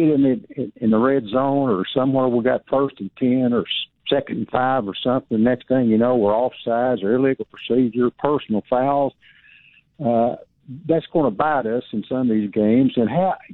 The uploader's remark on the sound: taking your phone calls